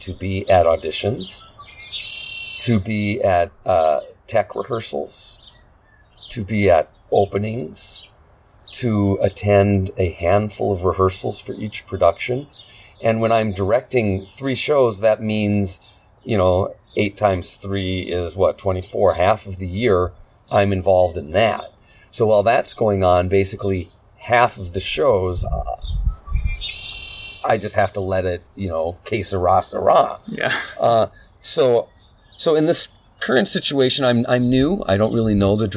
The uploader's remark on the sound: We had an amazing conversation on his back deck, the excessive noise from being outdoors is unfortunate.